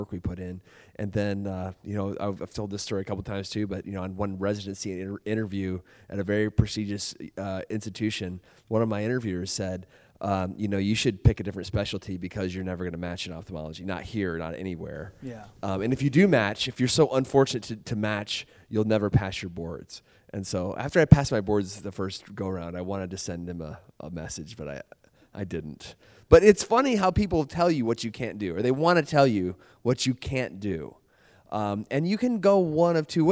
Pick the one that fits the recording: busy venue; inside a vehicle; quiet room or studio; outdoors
busy venue